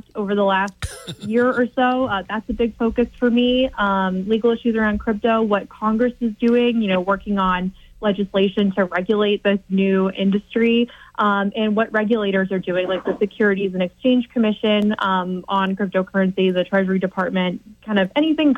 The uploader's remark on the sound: Take calls and messages from the audience on crypto and politics.